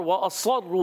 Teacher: صاد موٹا، عرف مستعلیہ میں، عرف مطبقہ میں. وہ اصرو را مشدد ذرا رک کر بھی ادا کرنا ہے، واو مدہ بھی ہے کل کھینچنا بھی ہے.